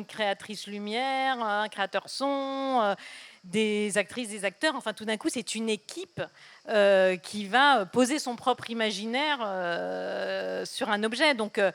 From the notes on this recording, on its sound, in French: Tel est le thème de la rencontre qui s'est déroulée le 22 juillet 2023 Village du Off du festival d'Avignon en partenariat avec ARTCENA.